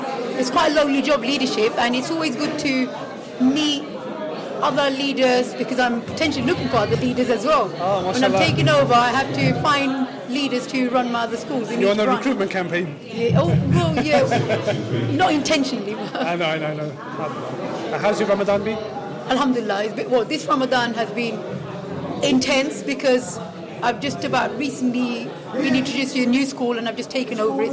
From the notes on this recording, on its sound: Red Carpet Interviews - Nida Trust Ramadan Iftar.